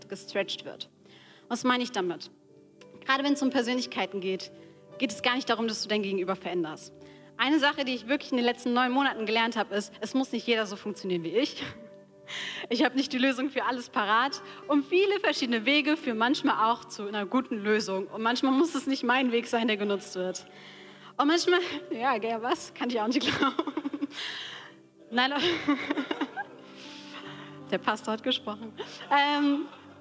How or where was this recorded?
large echoing room